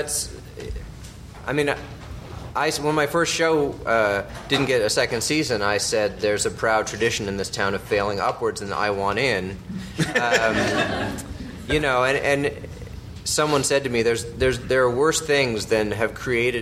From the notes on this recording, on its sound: The "Stages of TV Writer" panel from the ATX Television Festival.